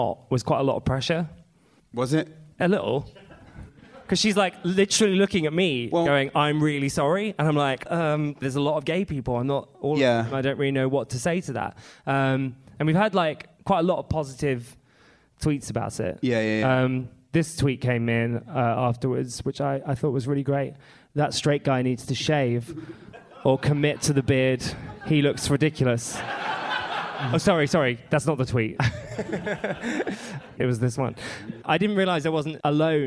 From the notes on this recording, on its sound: Live in Manchester. Live from the Manchester Podcast Festival.